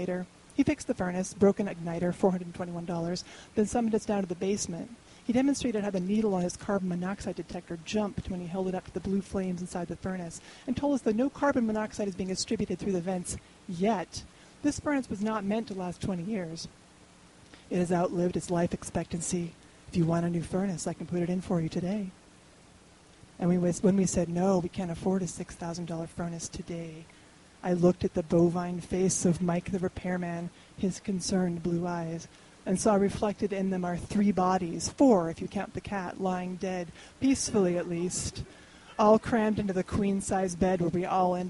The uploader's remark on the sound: The stories were recorded on January 17, 2013 at our beloved Deer Pile in Denver, Colorado.